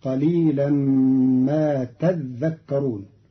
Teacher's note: قرأ قالون كلمة تذكرون بتشديد الذال فتصير قليلا ما تذكرون، فأصلها تتذكرون فأدغم التاء الثانية في الذال.